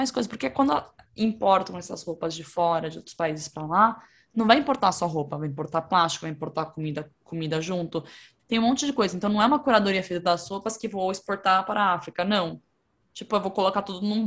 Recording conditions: video call